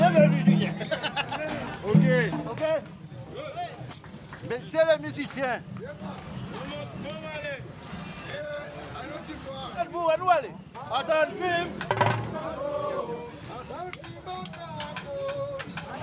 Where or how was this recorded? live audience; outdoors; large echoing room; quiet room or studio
outdoors